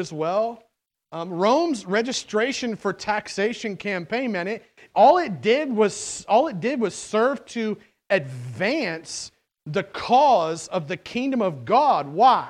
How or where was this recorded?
large echoing room